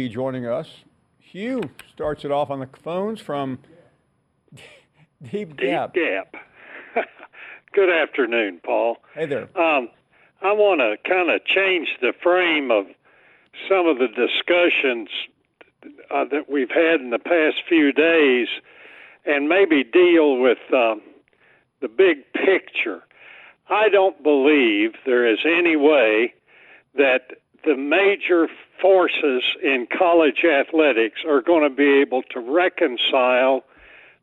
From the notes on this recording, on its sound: Taking your phone calls.